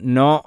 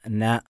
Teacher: അതുകൊണ്ട് ഒരിക്കലും അതിന് തഫ്ഹീമാക്കി പറയരുത് നോ എന്നല്ല ന. ന എന്ന് വായ തുറന്നാണ് പറയേണ്ടത്, നോ നോ എന്നല്ല പറയേണ്ടത് · Shown in: second take · അത് തഫ്ഹീമാക്കുന്ന രൂപമാണ്. · Term: തർക്കീഖിന് അക്ഷരമാണ്